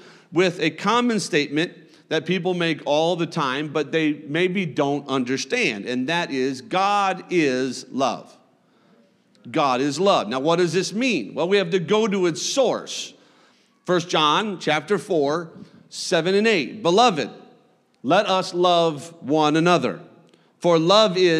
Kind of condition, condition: setting, large echoing room